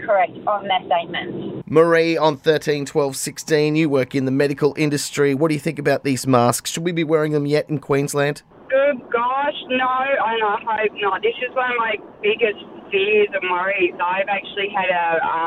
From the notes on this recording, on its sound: We threw it to the phones